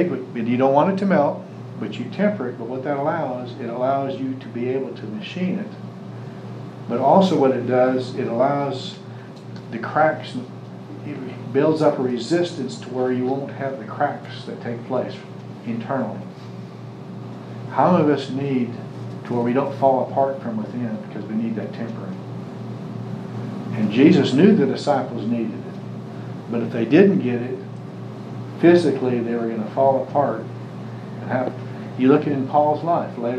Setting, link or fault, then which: setting, large echoing room